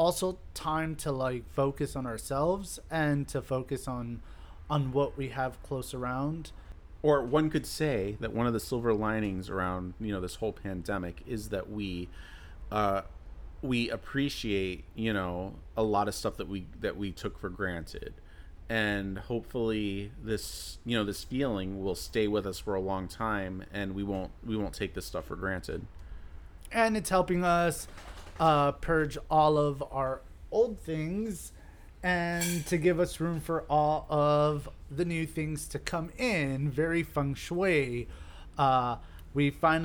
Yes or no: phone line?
no